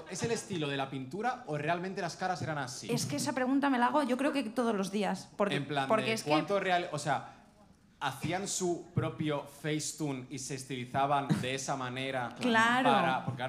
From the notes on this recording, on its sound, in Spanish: el programa que grabamos en el festival Soy Meme